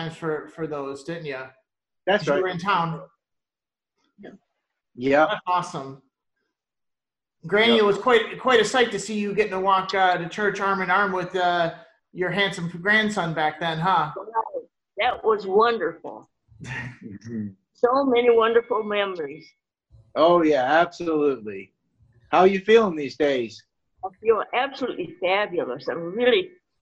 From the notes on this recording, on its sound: Thanks to Zoom we were able to connect